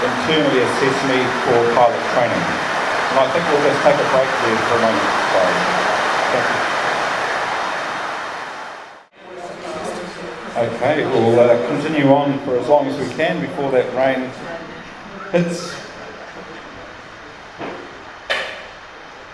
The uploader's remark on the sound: This episode features presentations made in front of a live audience at the 2019 Wings Over New Zealand Christmas Party, held at Te Kowhai Aerodrome, Hamilton.